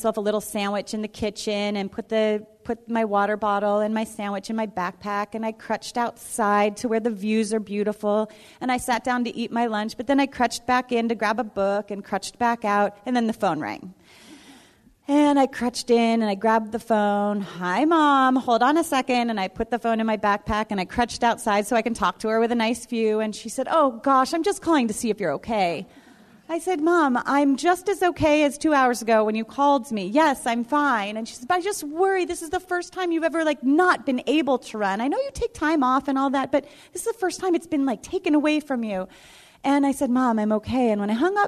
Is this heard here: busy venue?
yes